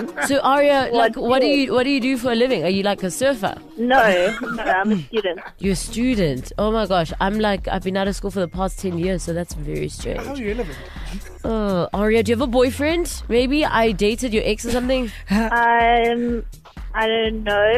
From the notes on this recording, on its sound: We called a number